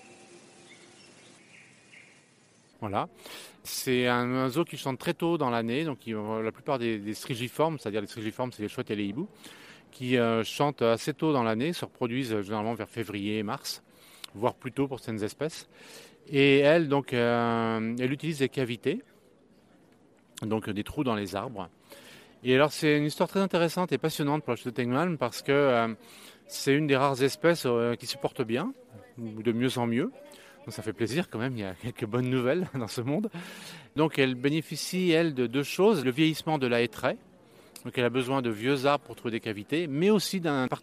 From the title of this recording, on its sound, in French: nos mini-interviews du Festival du doc animalier (FIFO) 2022